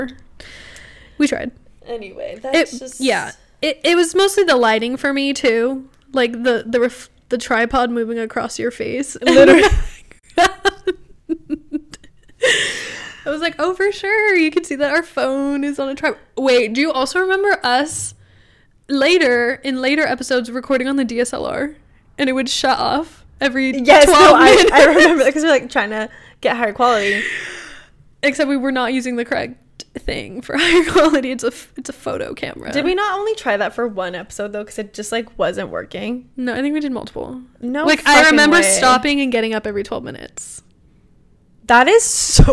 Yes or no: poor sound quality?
no